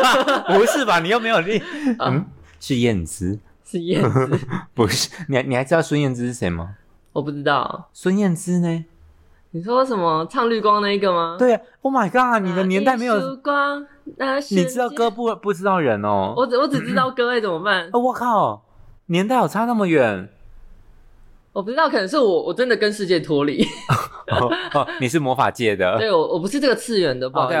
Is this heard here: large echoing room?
no